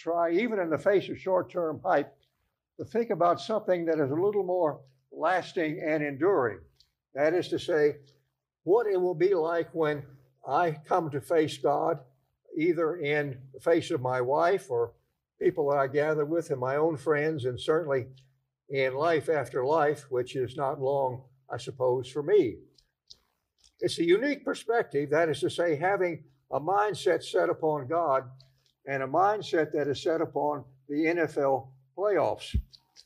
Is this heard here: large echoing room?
yes